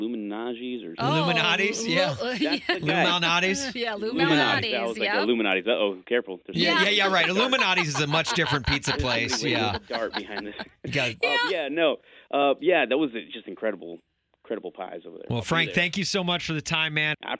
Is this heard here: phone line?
yes